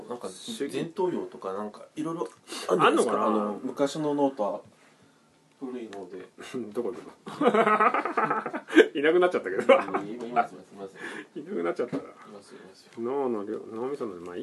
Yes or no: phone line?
no